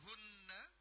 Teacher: hunna, ya, hunna, maka dia ditahan dua harokat hun